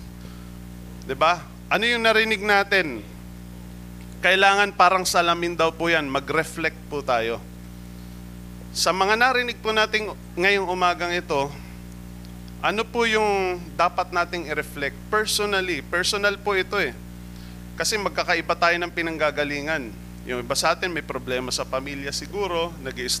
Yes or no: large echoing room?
yes